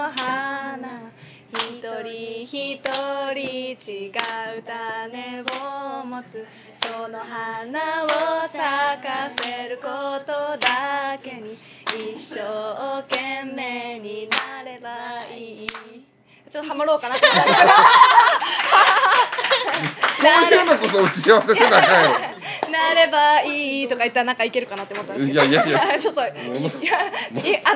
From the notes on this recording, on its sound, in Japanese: DVDイベントでのちーラジ収録1本目。SHOWROOMと同時に。声ちっちゃ！